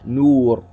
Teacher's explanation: نطقنا بغنة لكن بدون استطالة، وهي يؤتى بها لتمام النطق بالحرف. · Term: الغنة الأصلية